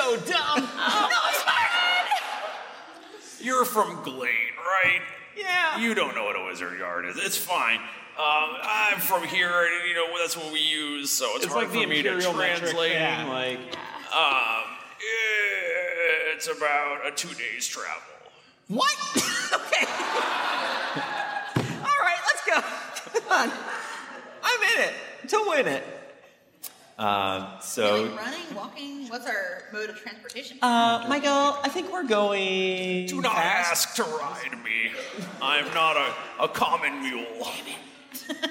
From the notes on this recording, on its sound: DragonCon 2019 Live Show. We had an hour meet and greet with VIP member of the audience which absolutely sky rocketed our energy to help us make the best Live Show to date!